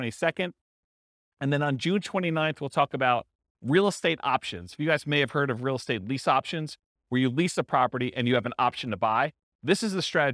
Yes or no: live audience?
yes